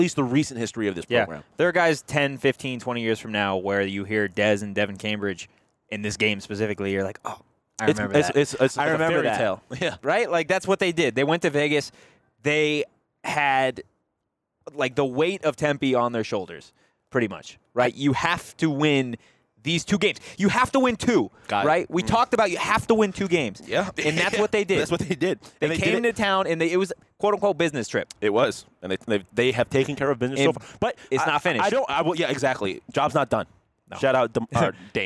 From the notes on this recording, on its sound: live from T-Mobile Arena in Las Vegas